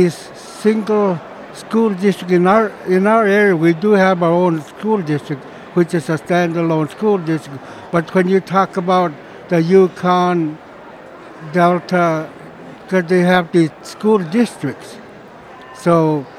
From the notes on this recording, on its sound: we’re at the Alaska Federation of Natives conference in Anchorage